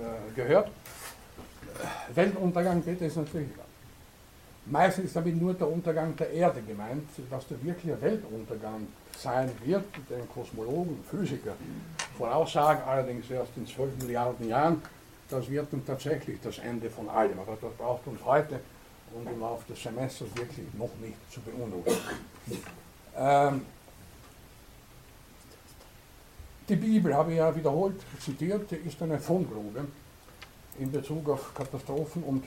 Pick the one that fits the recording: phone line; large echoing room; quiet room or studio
large echoing room